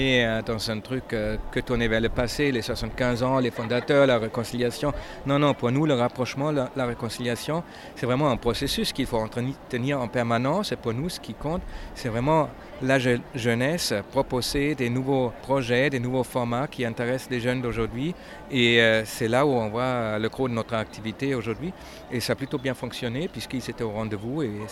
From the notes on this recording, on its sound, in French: De 1500 personnes ont répondu à l'invitation de cette institution franco-allemande. Un épisode tout en sons, enregistré à Ludwigsbourg, lors de cette grande fête de la société civile.